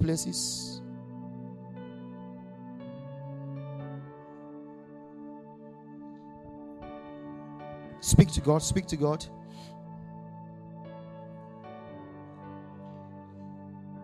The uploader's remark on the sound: Audio recording of the sermon